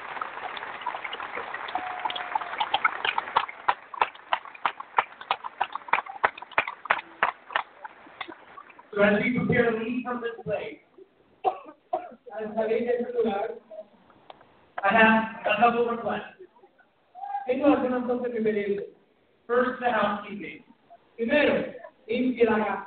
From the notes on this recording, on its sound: Louddmouth Radio is live on location downtown Atlanta covering Candle light vigil for Orlando Victims at Center for Civil & Human Rights.